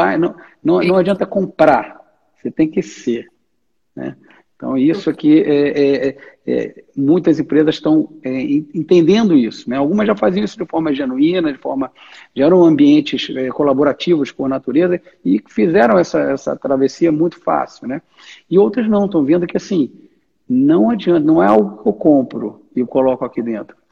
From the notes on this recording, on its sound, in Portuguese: Live exibida no dia 22/07/2020, no Instagram.